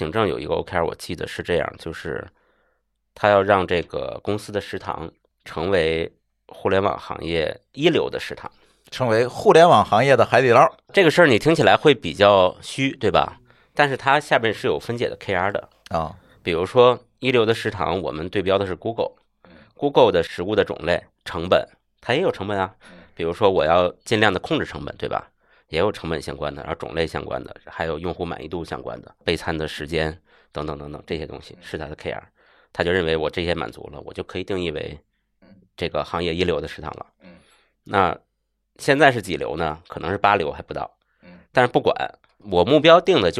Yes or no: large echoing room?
no